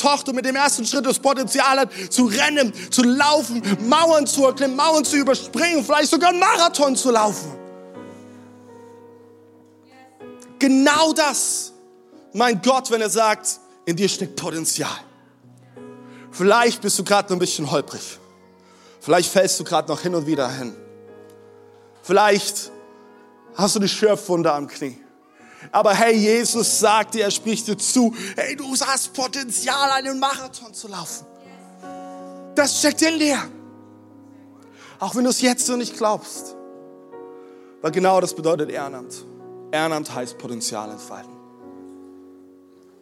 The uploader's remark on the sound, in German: Audiomitschnitt der Predigt vom 16.04.23.